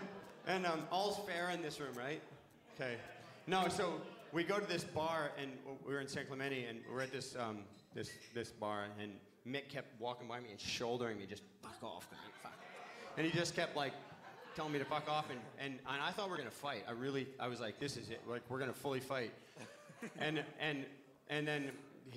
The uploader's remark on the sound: Live at Beer Farm Margaret River